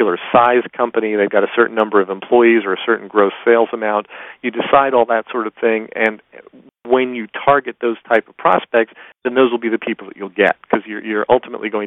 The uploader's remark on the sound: excerpt from a live Top Secrets teleconference